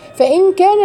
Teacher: غنة إخفاء حقيقي بمقدره حركتين